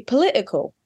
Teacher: in some dialects, it'll be political with a glottal stop. Different phonetic realizations of the phoneme.